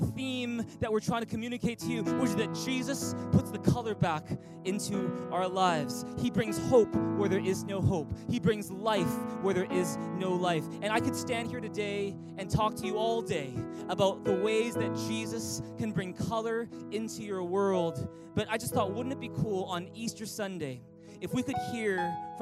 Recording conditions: large echoing room